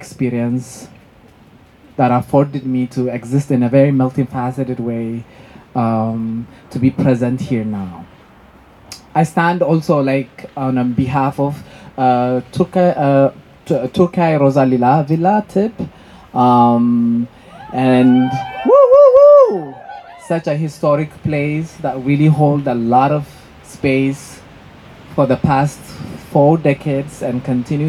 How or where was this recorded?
outdoors